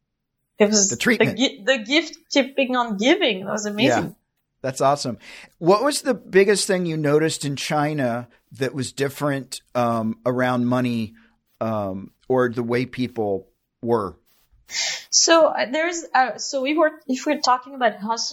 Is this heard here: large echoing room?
no